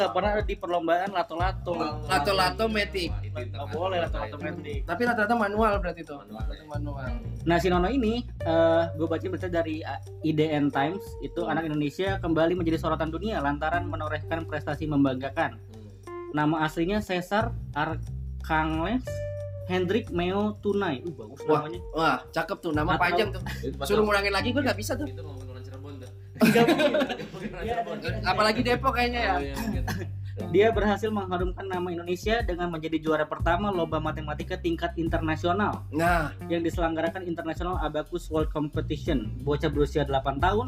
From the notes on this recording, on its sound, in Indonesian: tapi, selanjutnya juga bakal kita ganti kok kualitas audionya